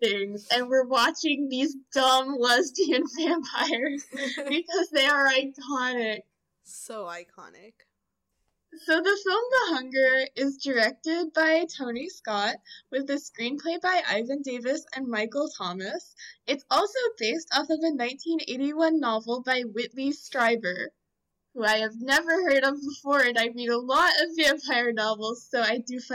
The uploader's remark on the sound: the audio got a little messed up when we started recording, so please bear with us for the first few minutes